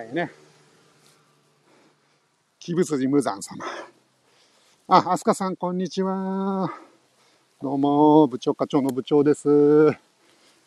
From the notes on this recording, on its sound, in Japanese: Tokyo walk&eat radio LIVE。東京飛び出して鬼滅の里を散歩します。